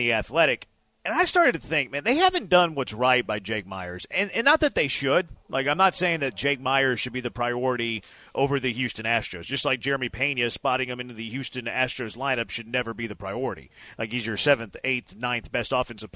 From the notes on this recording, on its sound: LIVE from X-Golf in Katy!